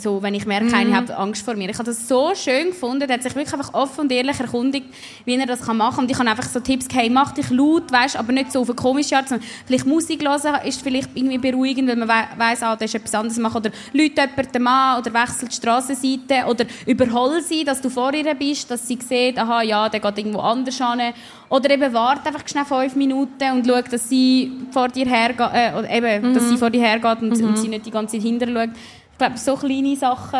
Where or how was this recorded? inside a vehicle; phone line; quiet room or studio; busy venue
busy venue